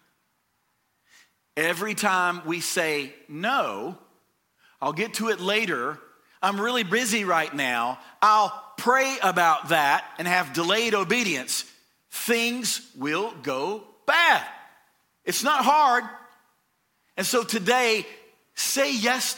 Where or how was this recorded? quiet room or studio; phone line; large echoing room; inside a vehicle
large echoing room